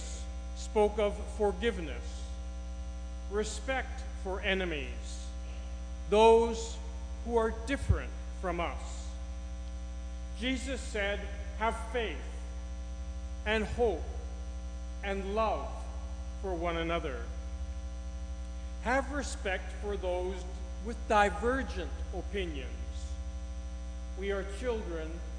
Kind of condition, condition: fault, hum or buzz